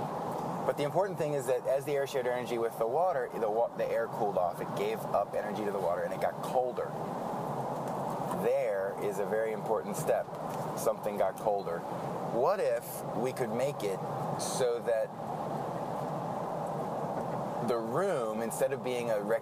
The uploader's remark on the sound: The episode takes place in a van. Prepare yourself for the soothing background hum of the open road. Records his thoughts with a mobile microphone.